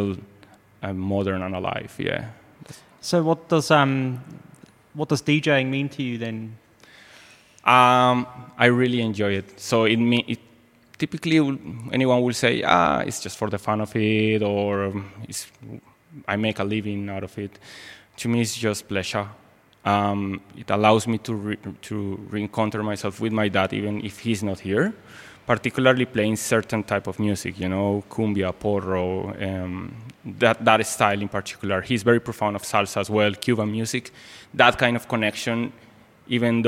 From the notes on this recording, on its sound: Live conversation in the gallery